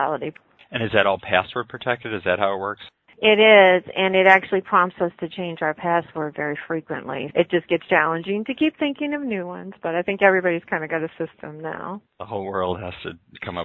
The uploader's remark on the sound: With me on the phone